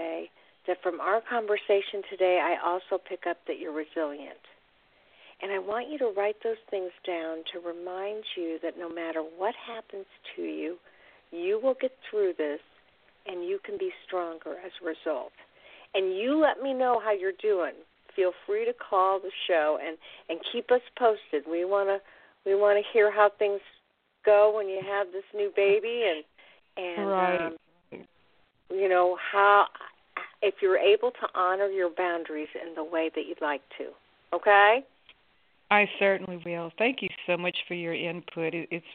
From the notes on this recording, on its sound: Call in questions.